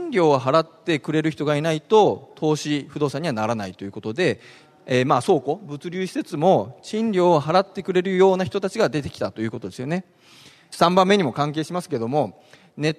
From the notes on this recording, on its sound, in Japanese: ２月２０日に東京証券取引所で開催した「J-REITファン2016」に登壇した